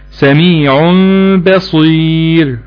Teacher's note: قلب النون الساكنة والتنوين ميما ساكنة مع إخفائها بغنة عند الباء · Term: القلب